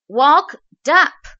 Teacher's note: Walkedup，这里是一个连读和一个浊化。 Walked 是以清辅音 t 结尾，up 是以单元音 a 开头，前面的 t 和后面的 a 进行连读 · Walked 是以清辅音 t 结尾，up 是以单元音 a 开头，前面的 t 和后面的 a 进行连读，即 t。那么 t 在元音前又浊化于浊辅音